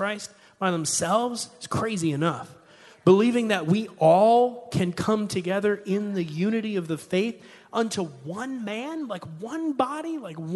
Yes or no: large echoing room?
yes